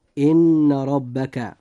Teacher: نلاحظ أن حرف الراء في كلمة ربك جاء مفتوحا، لذلك يجب أن يفخم فينطق هكذا: إن ربك. · Term: تفخيم الراء